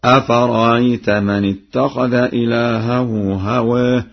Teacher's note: قرأ ورش بتسهيل الهمزة الثانية بين وكذلك بإبدالها حرف مد مع الإشباع